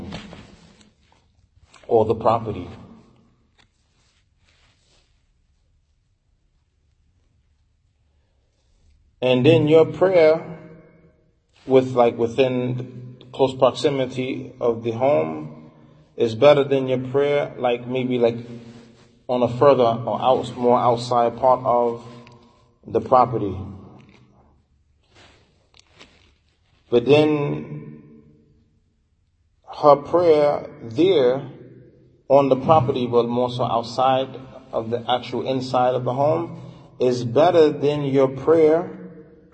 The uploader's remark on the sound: Lecture given at Masjid Nur Allah, Queens, NY